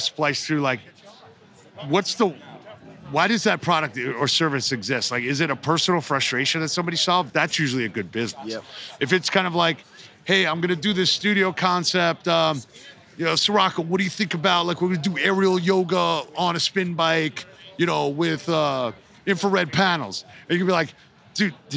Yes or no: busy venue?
yes